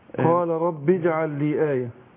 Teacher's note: ادغام اللام الساكنة في اخر اجعل مع لام لي في اول كلمة